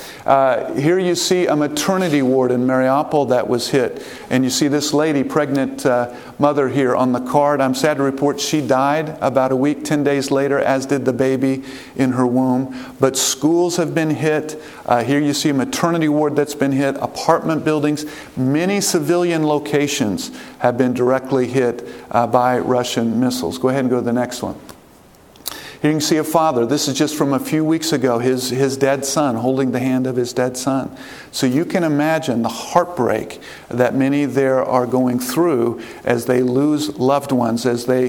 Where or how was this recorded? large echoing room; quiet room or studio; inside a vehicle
large echoing room